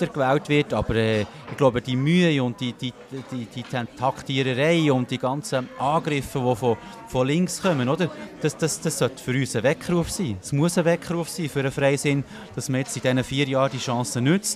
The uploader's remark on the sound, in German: Bern einfach Live aus der Bellevue-Bar.